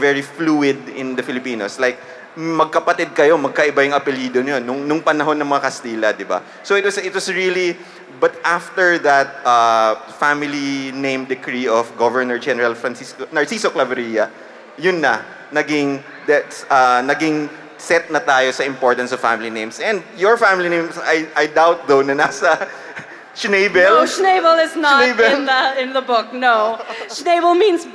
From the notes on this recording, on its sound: Live at the Hear For It podcast festival. Spoke at a live history panel at Hear For It, the first podcast festival in the Philippines.